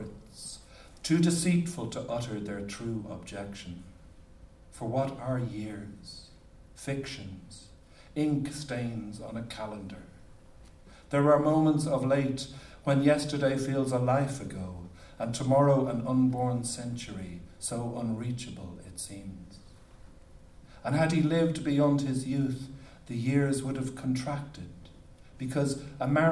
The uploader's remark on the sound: as part of the UNESCO event at Worlds Literature Festival 2011